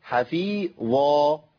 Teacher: حفي ادي ده مرقق. ظ الظاء والالف مفخمين